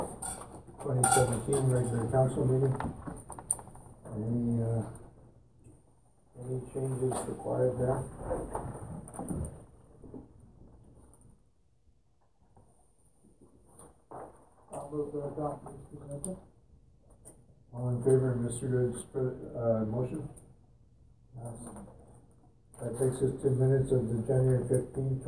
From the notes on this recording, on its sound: Audio recording of the January 22, 2018 Regular Meeting of Peace River's Town Council.